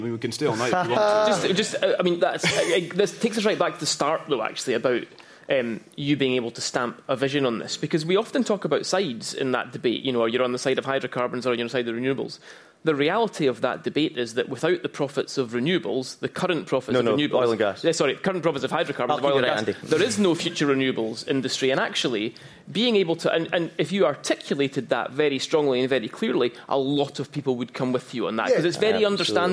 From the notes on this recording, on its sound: Record in front of a live audience at Johnnie Walker Princes Street in Edinburgh.